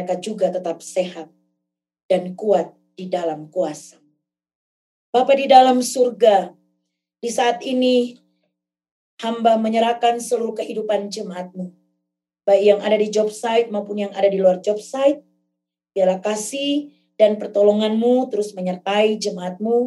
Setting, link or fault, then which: link, video call